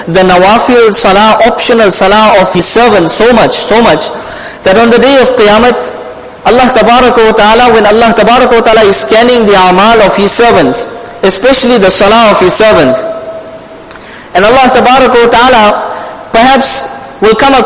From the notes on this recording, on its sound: Jumuah lecture